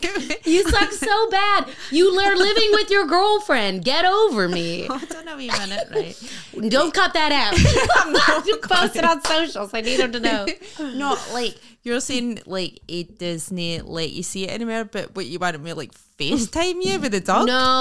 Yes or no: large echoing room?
no